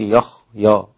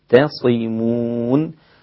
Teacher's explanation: خلص تفخيم الخاء من ترقيق الياء قبلها والتاء بعدها · Shown in: second take